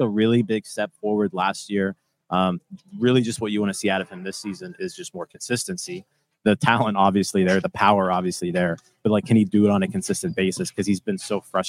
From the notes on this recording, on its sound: Pirates Spring Opener LIVE At LECOM Park. We are live inside LECOM Park for today’s Spring Home Opener vs.